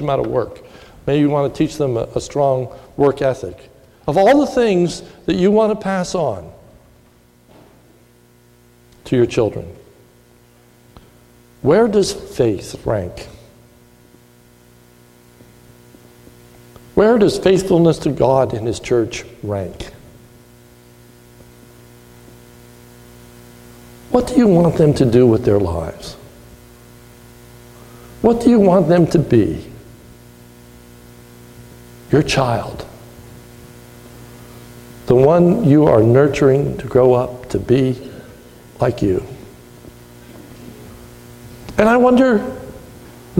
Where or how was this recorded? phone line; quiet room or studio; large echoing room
large echoing room